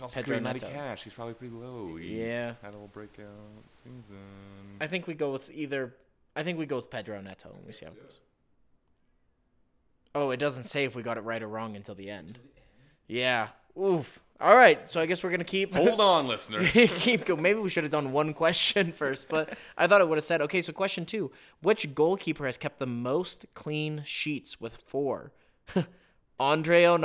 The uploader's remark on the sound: Shoddy audio aside